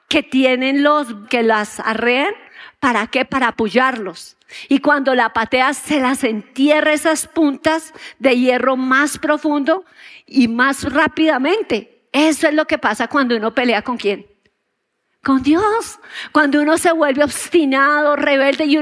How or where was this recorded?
large echoing room